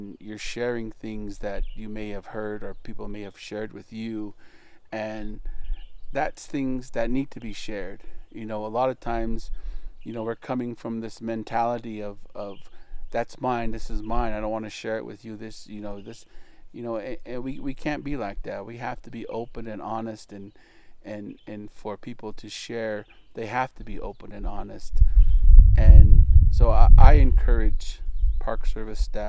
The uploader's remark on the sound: We recorded this episode sitting at a picnic table next to the rim of the Canyon, so you might hear some wind and other background noise.